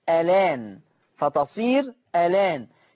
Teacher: هشيل الهمزة واخد الفتحة حطها على اللام فتبقى لام مفتوحة · Term: نقل